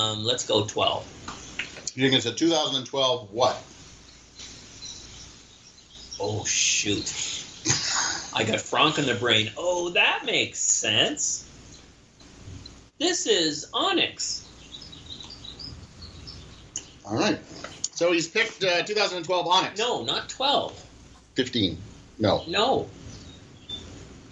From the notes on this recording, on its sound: someone in his open air garage sit 6 ft away from him between a microphone